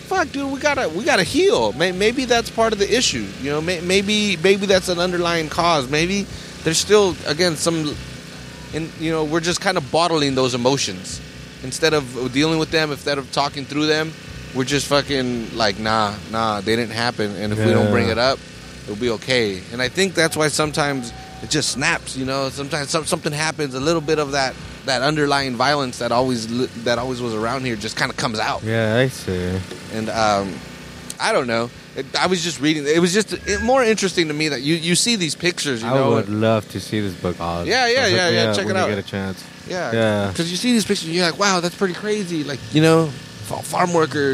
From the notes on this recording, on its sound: From Natividad Creek Park. This episode was recorded at the Caminos Del Arte Art Festival and Car Show. Natividad Creek Park was transformed into a giant festival grounds featuring five stages of music and a car show.